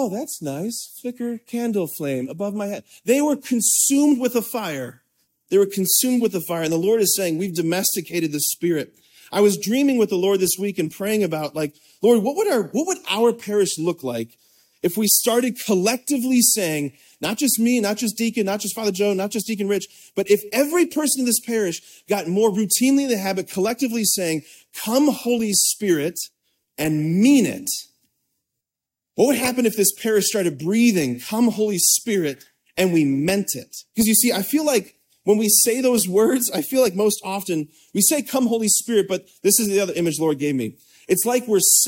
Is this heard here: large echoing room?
yes